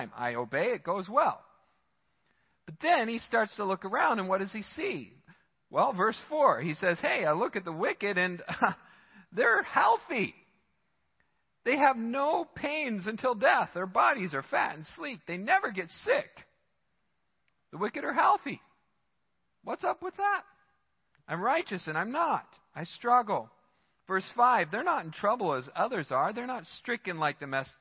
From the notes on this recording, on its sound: Midland Evangelical Free Church Sermon Audio